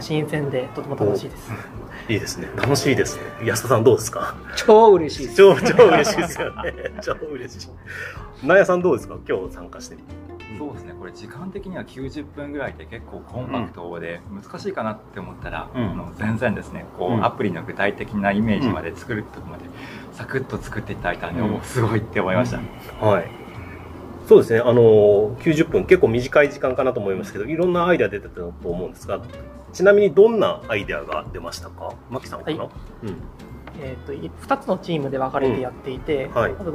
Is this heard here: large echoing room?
no